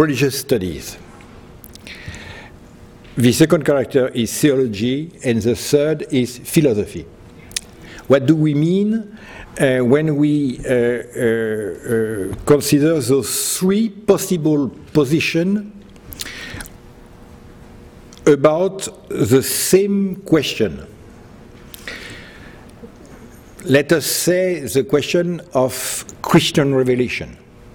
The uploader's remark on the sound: He delivered this lecture on November 10, 2010 at the University of Chicago's Swift Hall.